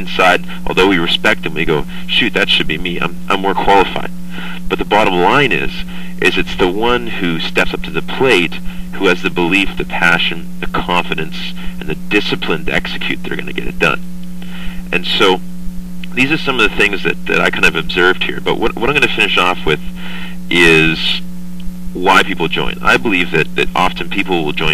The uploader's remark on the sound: Today I was invited to do a tele-conference for a group of network marketing leaders in the Innerlight corporation. Following is a 9 minute MP3 recording of what I had to say.